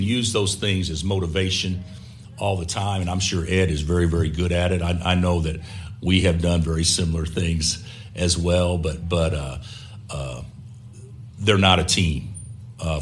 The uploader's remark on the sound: press conference audio, all from Chicago, IL